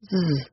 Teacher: If you hold your hand to your throat, you will find that it vibrates, moving from side to side when you say the z sound.